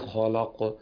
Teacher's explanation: فالخاء تفخم وكذلك القاف، لكن اللام حكمها الترقيق · Term: اللام مرققة